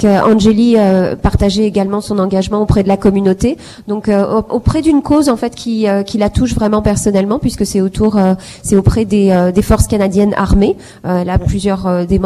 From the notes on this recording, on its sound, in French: En direct depuis le Forum des femmes entrepreneurs canadiennes-africaines (CAWEF) est une conférence annuelle, lancée par l'Association marocaine de Toronto.